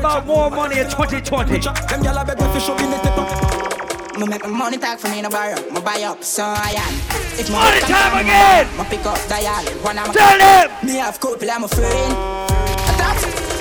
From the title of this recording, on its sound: LIVE AT ISLAND SATURDAYS ON SEPT 7TH